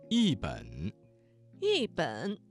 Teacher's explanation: 一字在三声之前变成了四声